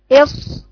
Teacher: وطولي صوته عشان يديك الرخاوه